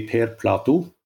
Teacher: It would be Per Platou with this kind of, you go a bit up on the last syllable